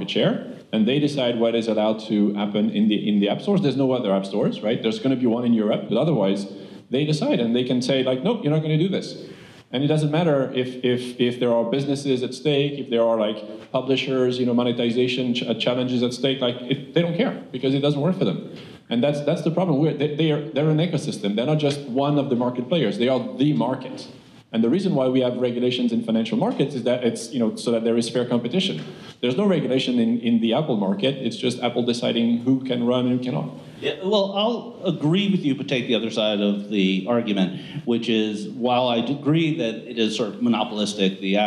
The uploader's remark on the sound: Live from "ID5 On the Road" conference. This week we recorded live.